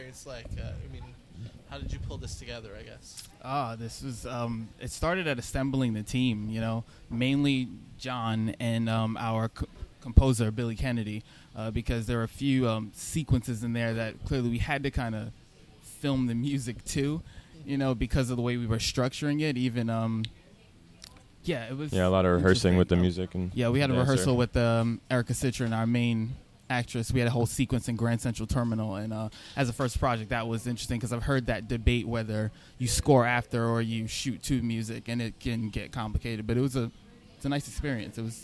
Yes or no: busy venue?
yes